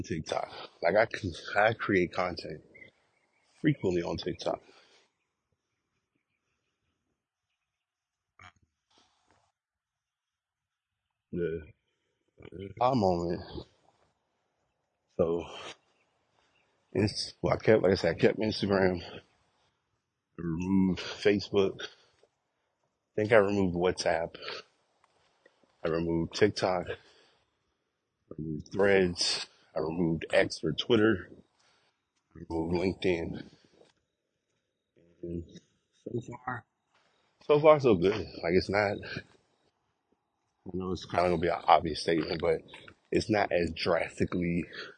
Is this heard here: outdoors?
yes